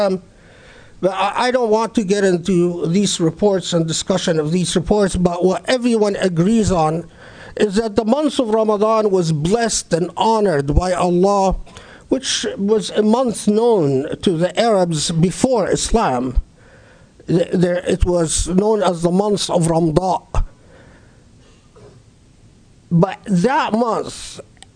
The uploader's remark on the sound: Delivered at the Islamic Center of Southern California